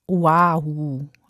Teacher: Dieses kleine umgedrehte Apostroph zwischen dem O und dem A, das heißt Okina und ist so eine Art Stimmabsatz, so wie bei Hawaii.